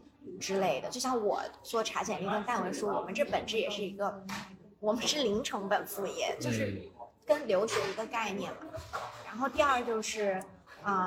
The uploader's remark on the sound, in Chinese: 因为当时录音环境太嘈杂